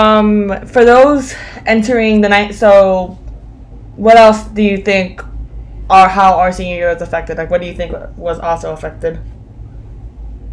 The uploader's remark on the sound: the audio in this episode may be much louder than our normal episodes because we had a technical issue while editing this episode